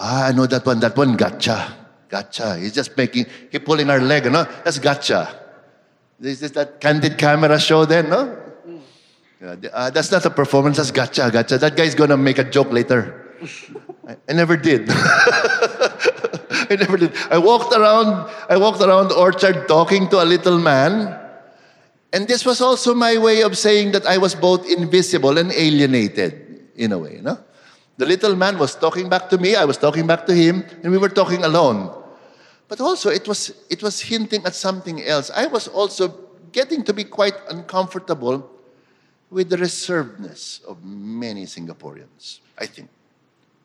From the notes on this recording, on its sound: This conversation was recorded live. At National Gallery Singapore , as part of Art in Southeast Asia: In Transition.